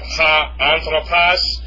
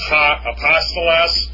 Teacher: You'll see an omicron with a rough breathing, that's pronounced ha.